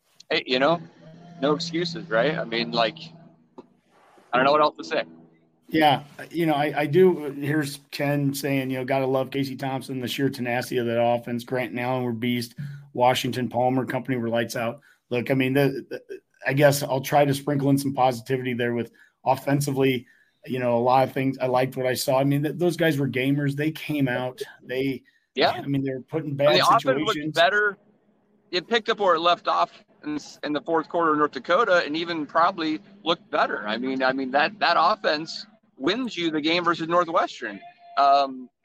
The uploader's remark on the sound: live from Memorial Stadium after the game